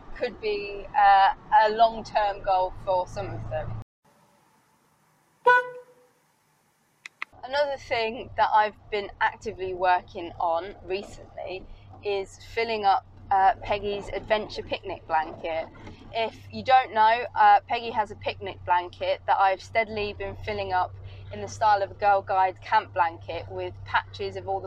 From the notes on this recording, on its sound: all recorded from my 1968 Morris Minor, Peggy